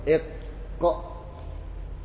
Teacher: وتطبيق إق إق، إذا قلت إق ينتهي الصوت ها هنا إق، والقاف أقصى اللسان مما يليه من الحنك الأعلى سقف الفم فوق، فصورة اللسان هكذا، صورة اللسان هكذا، فالقاف يكون فوق في القمة ليس في الانحدار · Term: مخرج القاف